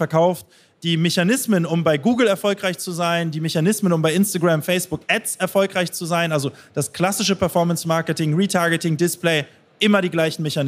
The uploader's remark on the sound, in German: Live auf der OMR Bühne auf der OMR22.